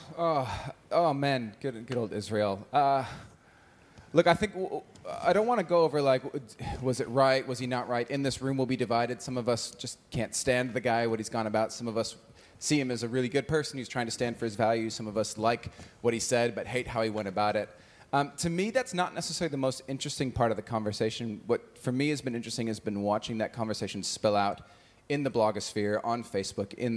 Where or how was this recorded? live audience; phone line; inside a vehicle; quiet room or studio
live audience